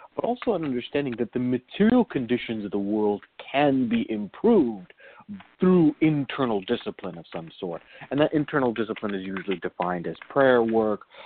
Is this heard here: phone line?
yes